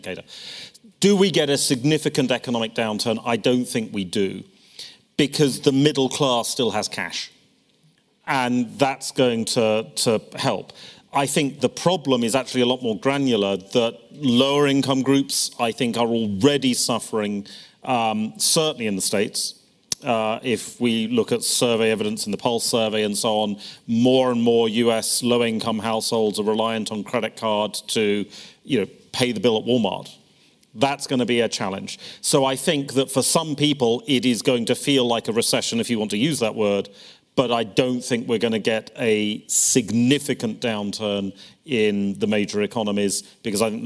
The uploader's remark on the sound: This is the full audio of the Chief Economists Briefing session at the Growth Summit. This is the full audio of the Chief Economists Briefing session at the Growth Summit.